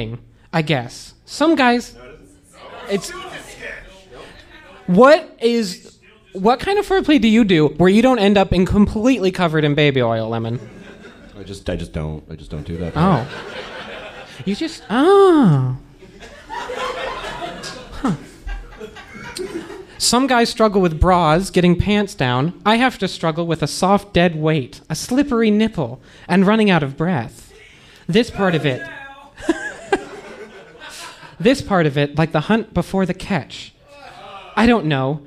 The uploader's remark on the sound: The audio presented here is the full live show itself